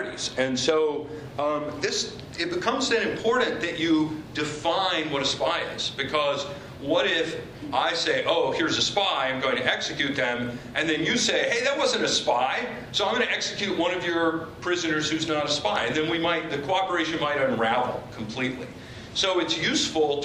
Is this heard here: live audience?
yes